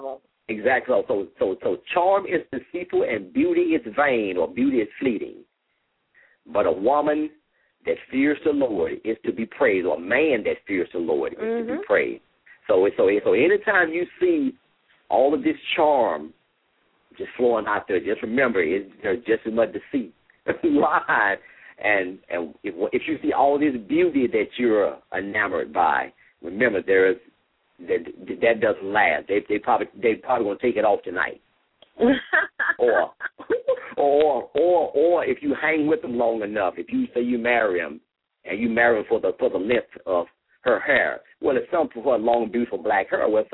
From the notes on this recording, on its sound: LML uses a progressive live call in format.